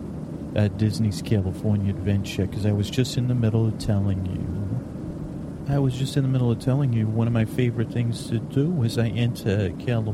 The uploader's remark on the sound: On a Plane | On Location.